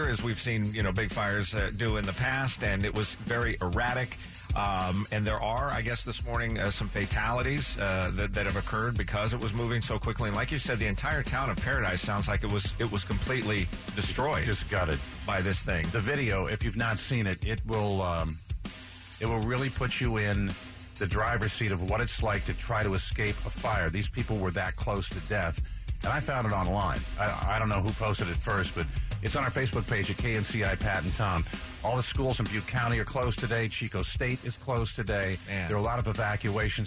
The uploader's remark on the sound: Taking phone calls.